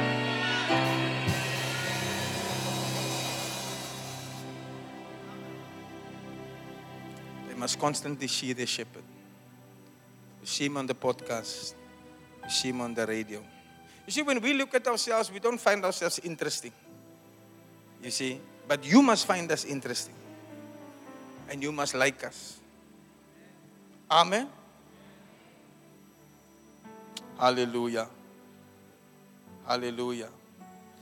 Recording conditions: live audience